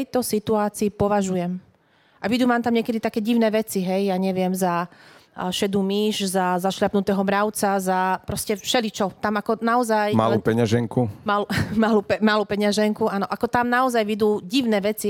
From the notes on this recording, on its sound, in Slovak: v ktorom sa aktívne zapojilo aj publikum